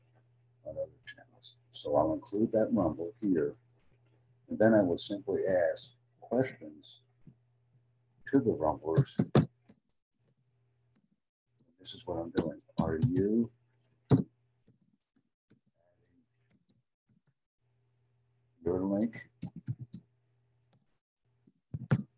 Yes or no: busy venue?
no